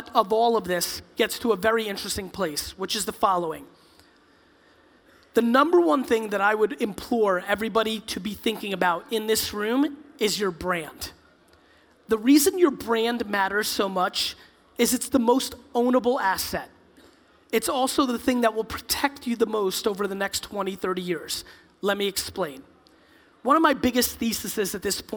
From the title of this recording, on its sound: A Keynote: Arctic15 In Helsinki, Finland